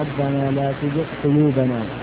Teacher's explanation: القاف هي اقصى حروف الفم في الحنك واقربها الى الحلق